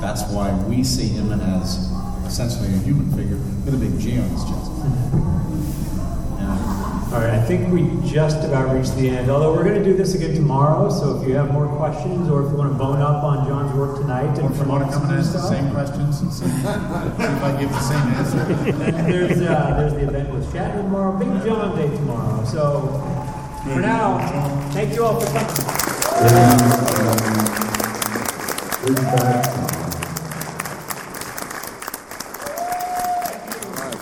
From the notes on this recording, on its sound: This special episode features a live recording